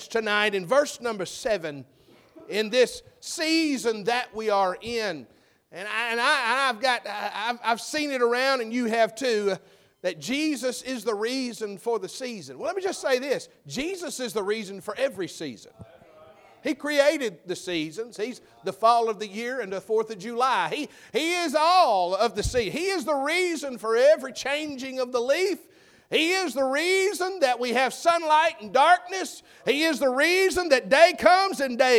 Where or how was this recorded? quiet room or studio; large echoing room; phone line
large echoing room